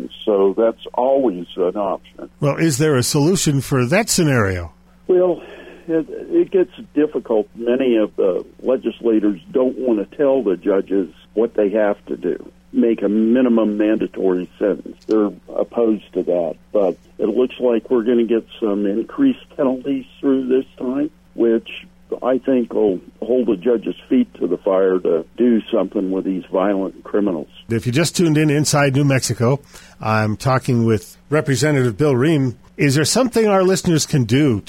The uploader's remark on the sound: calls in from the field